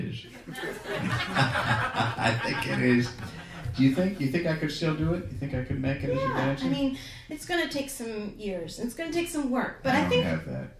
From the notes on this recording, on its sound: In this live episode